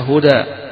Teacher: هذه من الكلمات اللي فيها قراءات بين الفتح والتقليل والإمالة، يقوم يفتحها الجمهور يقللها الأزرق عن ورش، يميلها حمزة والكسائي وخلف يميلها، اللي يفتحها هدى ده مع الوقف فقط، أما مع الوصل ما فيش فيها إلا الفتح فقط هدى، اللي يقلل يقول هدى، اللي يميل يقول هدى.